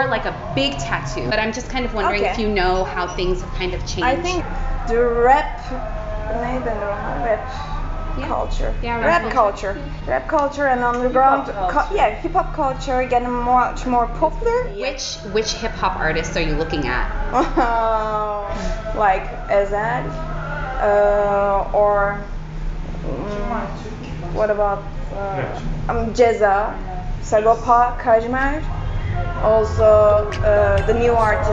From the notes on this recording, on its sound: Daydream in Istanbul. X ATOLYE Tattoo & Art Gallery. The rooftop with give you some of the best sights and sounds of the Karakoy neighborhood.